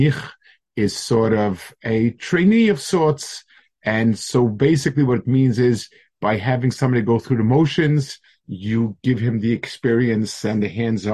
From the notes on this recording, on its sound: Delivered over Zoom to a Mechanchim Group.